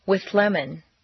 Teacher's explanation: see how the TH moves back and the L moves forward to meet in a new middle position · Term: composite sound